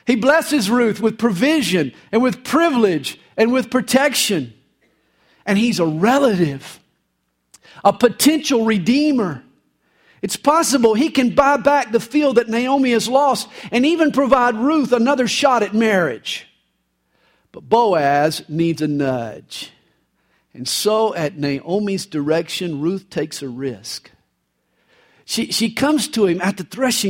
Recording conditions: large echoing room